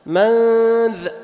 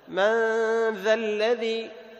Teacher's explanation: الذال، تهيئ اللسان، تقرب اللسان مخرج الذال، من ذا، عند النطق بالذال تجعل طرف اللسان يلامس أطراف الثنايا العليا مخرج الذال · Term: الإخفاء